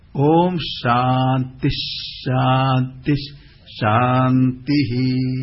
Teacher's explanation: शांति के बाद जो विसर्ग है उसके पीछे फिर शांति का शकार आता है, इसलिए उसका उच्चारण होता है श।